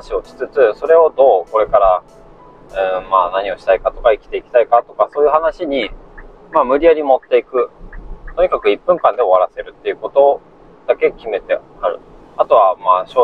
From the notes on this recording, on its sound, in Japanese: 車中のため音質は悪いです。